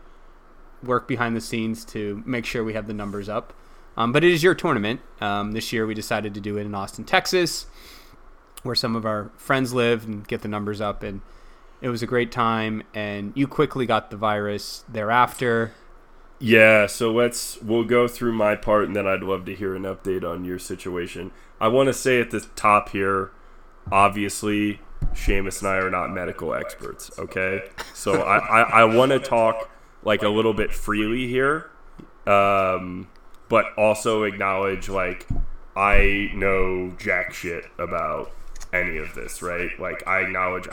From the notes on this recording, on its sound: You'll hear an echo. I spent an hour editing this episode to get it to this point but it's still rough.